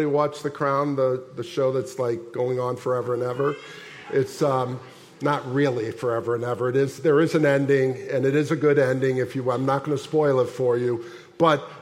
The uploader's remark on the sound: at the December 24, 2023 Sunday morning services of Boca Raton Community Church in Boca Raton, Florida